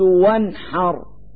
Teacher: فالنون الساكنة في هذه الكلمة وانحر تظهر لوجود الحاء بعدها · Term: الإظهار